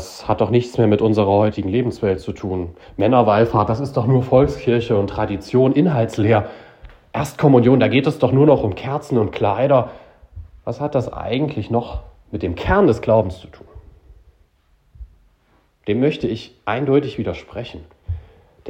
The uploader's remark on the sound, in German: Predigt zum Bittgottesdienst am Mittwoch vor Christi Himmelfahrt 2023 in Beinrode